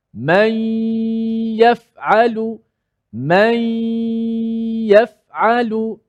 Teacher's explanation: Nun hanya kekal pada sifat dengung sahaja.